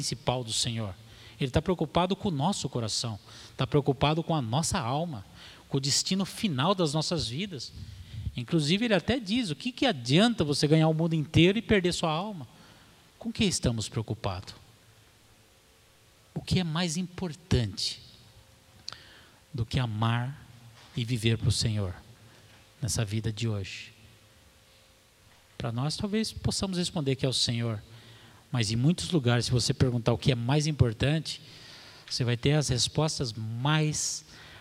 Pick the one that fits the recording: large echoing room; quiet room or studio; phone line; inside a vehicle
large echoing room